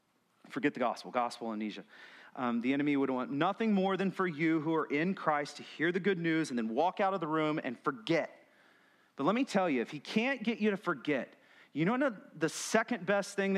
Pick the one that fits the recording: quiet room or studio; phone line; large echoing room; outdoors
large echoing room